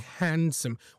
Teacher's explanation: We don't really pronounce the D in handsome. · Term: silent D